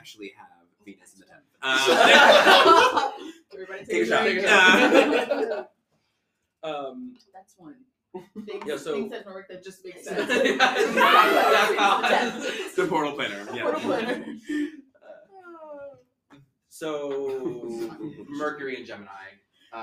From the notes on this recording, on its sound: Coming at you LIVE from NORWAC